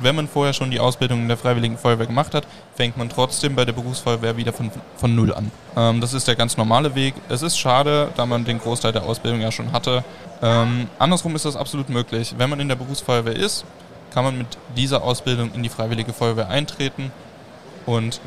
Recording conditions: busy venue